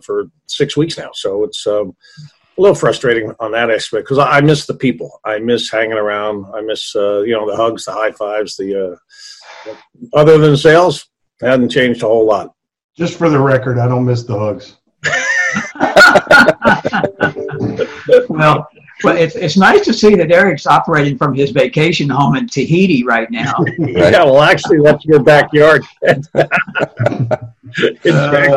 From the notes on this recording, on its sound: ZOOM MEETING! Joined us for a Zoom simulcast.